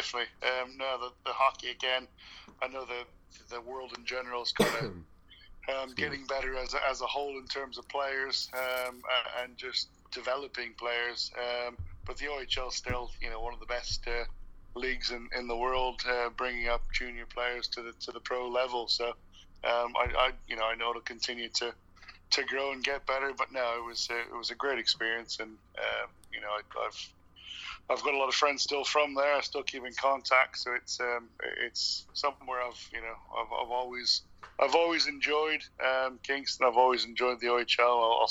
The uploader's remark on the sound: calls from the UK